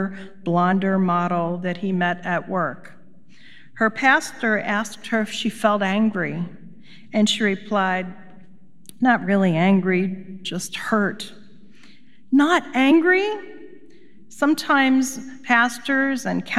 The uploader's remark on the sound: Recorded live at Beatitudes Church in Phoenix, AZ.